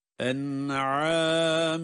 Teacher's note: Ve devamında وَلِأَنْعَامِكُمْ وَلِأَنْعَامِكُمْ، burada da en'a izhar var. Yani en derken nunu kendi sesiyle okuyoruz